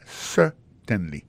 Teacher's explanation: gardez bien pour un mot certainly, accent tombé sur le premier syllabe là · Term: accent tonique